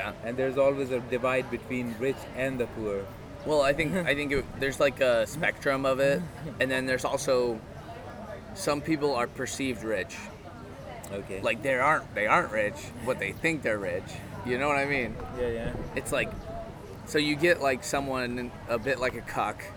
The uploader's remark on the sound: A bit of wind noise and I left it stereo cause it felt more personal.